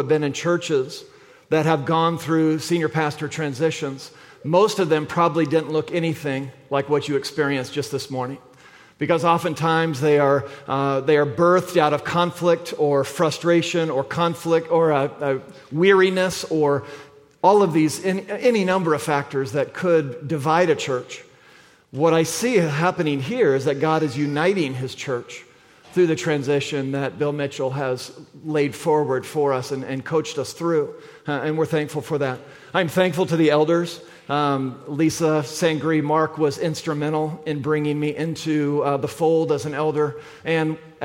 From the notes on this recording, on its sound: at the February 4, 2024 Sunday morning services of Boca Raton Community Church in Boca Raton, Florida.